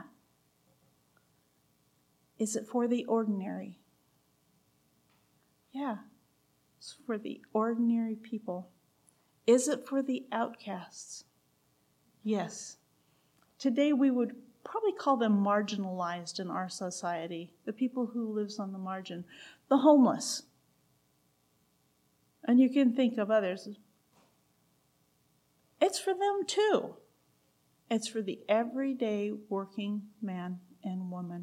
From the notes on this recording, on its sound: recorded June 17, 2023, at Ringgold Seventh-day Adventist Church